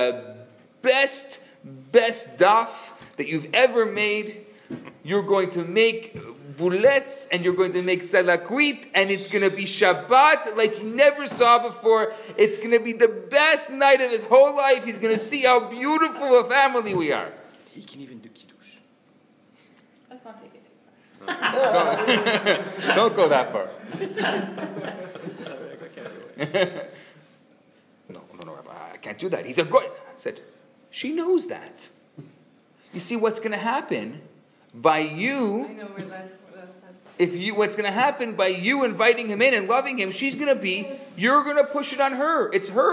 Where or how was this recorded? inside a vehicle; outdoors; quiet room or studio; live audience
live audience